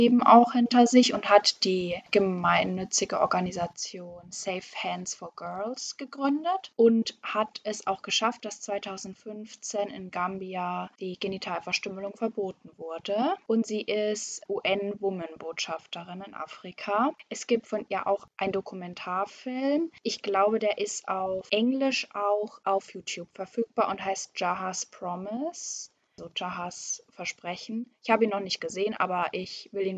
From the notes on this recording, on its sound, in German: Leider ist unsere Audioqualität nicht so gut.